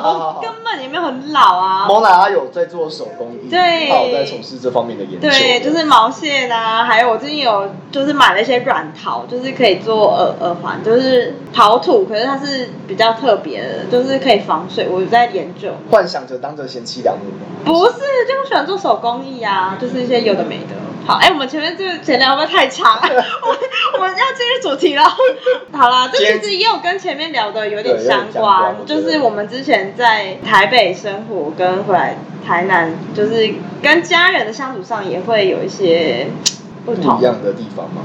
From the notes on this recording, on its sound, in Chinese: 因為錄音地點附近是校園所以會有鐘聲XDD還請大家多多見諒ㅠㅠ。所以有雜音或是音質上的問題還請大家見諒。我們已經入手麥克風設備ㄌ^^。